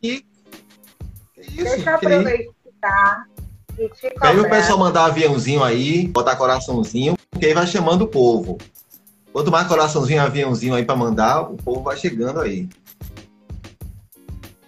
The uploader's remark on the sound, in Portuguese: Áudio da minha participação como convidado em live do maravilhoso projeto GEPICE.